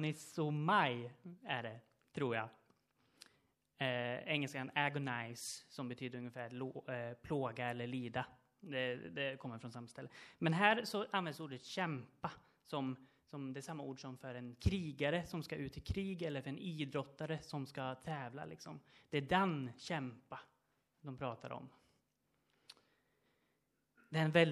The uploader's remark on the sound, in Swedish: Inspelad under gudstjänst på Löfstadkyrkans sommarhemm Furuvik i Tranås 2023-07-30.